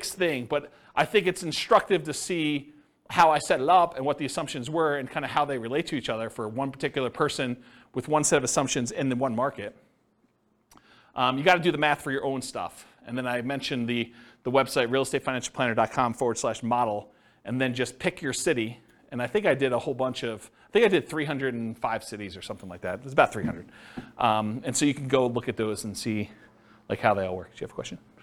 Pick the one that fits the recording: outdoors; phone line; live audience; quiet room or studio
live audience